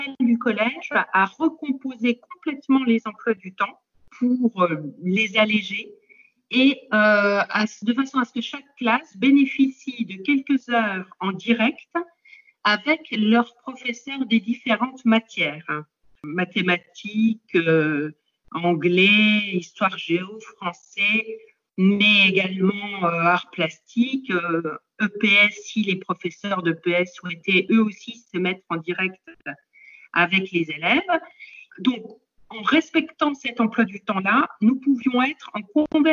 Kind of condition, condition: link, video call